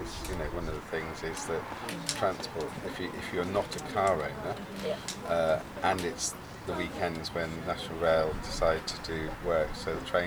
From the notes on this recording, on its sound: Get out in the field at Inside Out Festival in Dorset, UK. The 10-day festival that takes place in rural and urban areas in the south of England every two years.